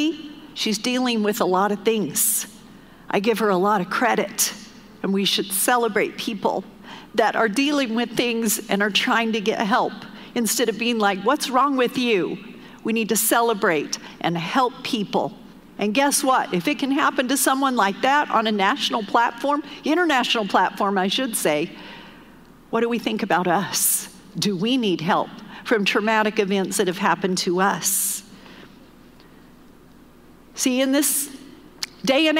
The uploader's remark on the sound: Recorded live during our Wednesday night service